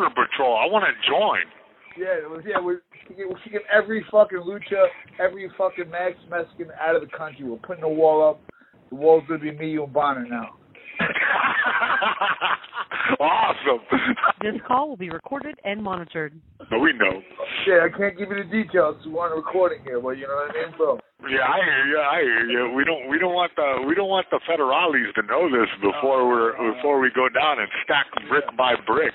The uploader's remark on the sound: conducts a conference call between two MMA Legends